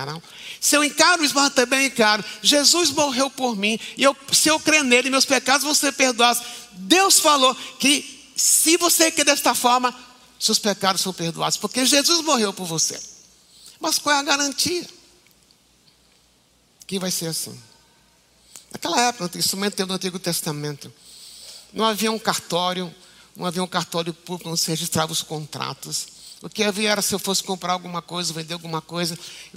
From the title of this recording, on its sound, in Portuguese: Culto Ao Vivo